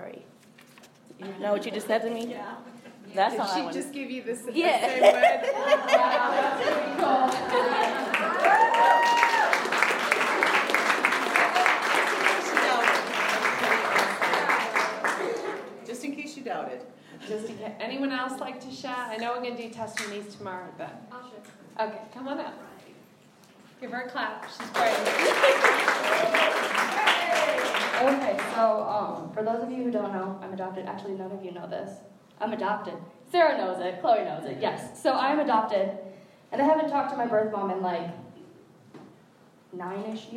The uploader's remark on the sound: was our speaker at the New Day Shine Women's Retreat for 2019, located at Miracle Camp in Lawton, MI.